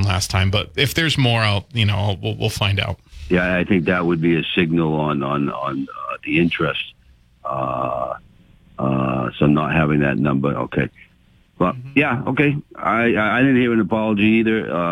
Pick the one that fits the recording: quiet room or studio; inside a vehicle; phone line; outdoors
phone line